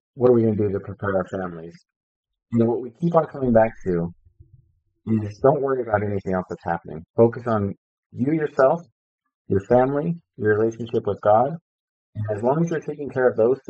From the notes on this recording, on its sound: we had some pretty bad issues with audio quality during this episode